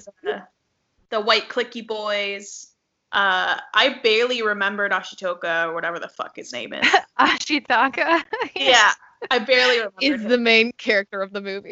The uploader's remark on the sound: we Skype (yes, we know the audio quality , you don’t need to tell us)